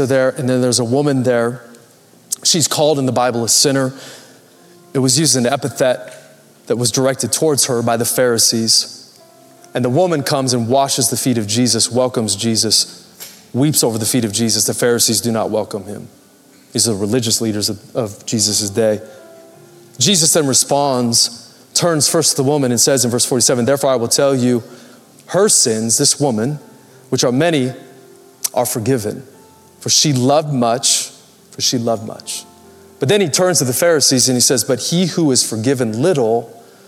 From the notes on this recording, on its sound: Recorded Live at Capital Church Meridian, Idaho